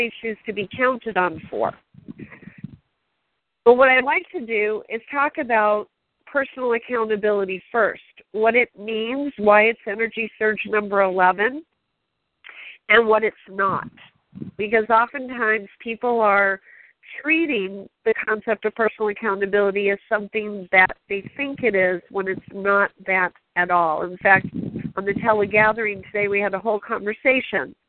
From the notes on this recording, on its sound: Team SAP Conference Call.